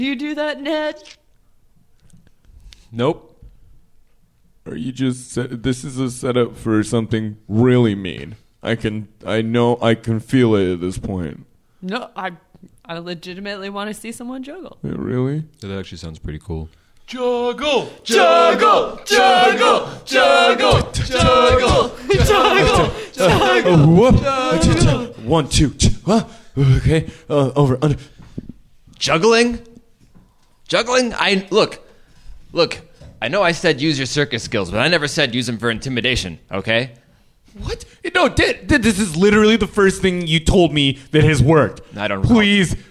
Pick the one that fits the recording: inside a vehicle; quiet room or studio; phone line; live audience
live audience